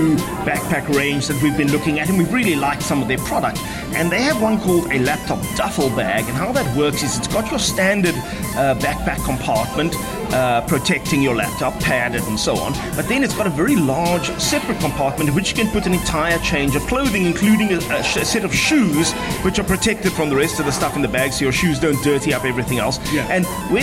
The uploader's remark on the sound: Recorded at browniesdownies. Recorded at browniesdownies.co.za.